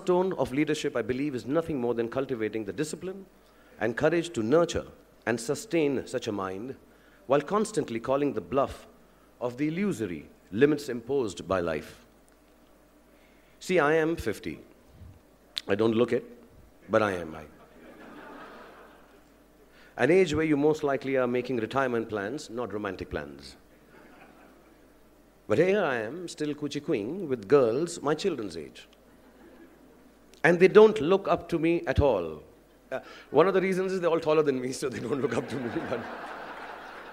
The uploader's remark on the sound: IIMBUE Lecture. Delivered the inaugural address at the first Global Alumni Leadership Summit organized by the Indian Institute of Management Bangalore, IIMBUE 2015.